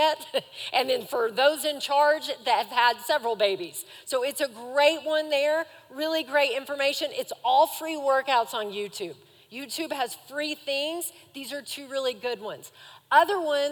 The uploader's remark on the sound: Recorded live during our Wednesday night service